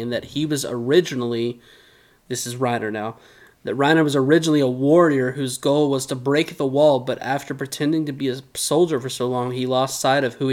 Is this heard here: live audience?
no